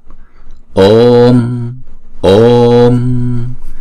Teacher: đọc chữ ô hai nhịp rồi mới đóng chữ ô lại